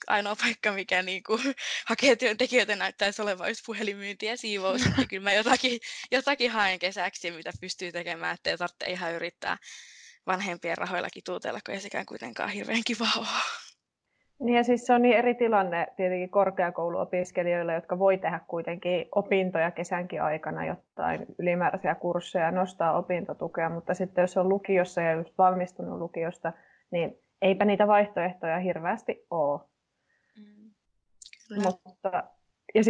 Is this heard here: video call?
yes